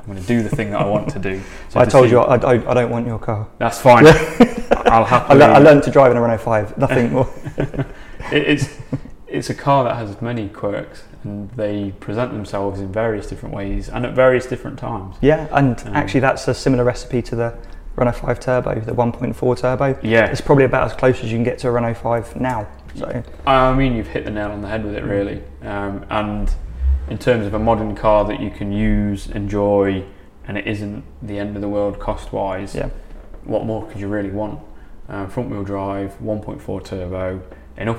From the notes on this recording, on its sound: Allowing us to record in the café. Following our first cars and coffee event.